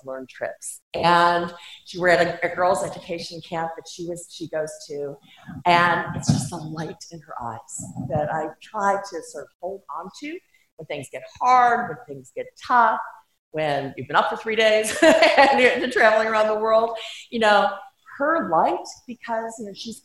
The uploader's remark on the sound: Delivered a keynote address as part of the University of Sydney’s celebrations for International Women’s Day. Sydney Ideas has partnered with the University’s Diversity and Inclusion team. To our Camperdown campus.